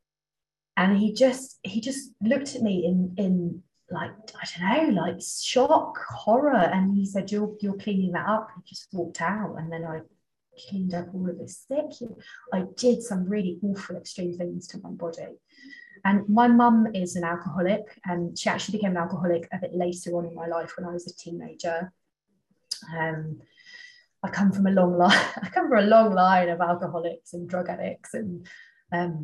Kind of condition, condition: link, video call